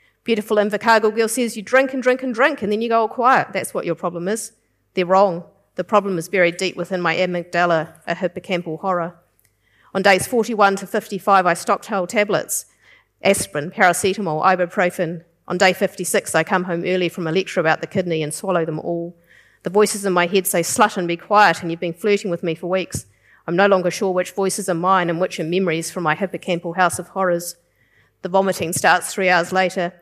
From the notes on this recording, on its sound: Hear a selection of guest authors take their work off the page and onto the stage in the gala opening of the 2023 Marlborough Book Festival.